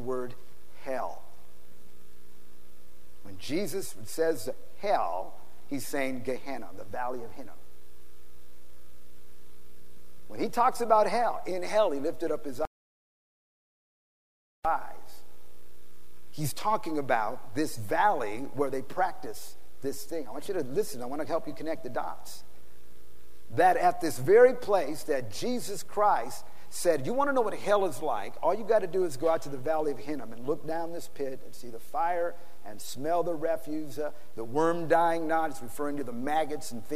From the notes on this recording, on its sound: PREACHED IN SAN ANTONIO TX.